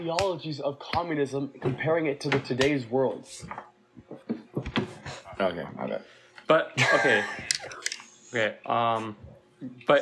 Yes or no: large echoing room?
no